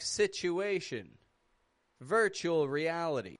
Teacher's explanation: T and U in the middle of a word can be blended together to make like a ch sound